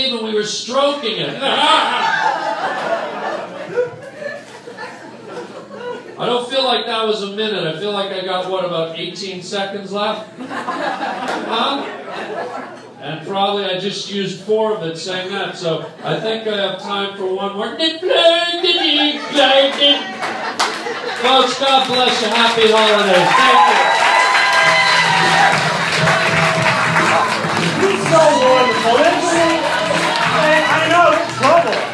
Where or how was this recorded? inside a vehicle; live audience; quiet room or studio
live audience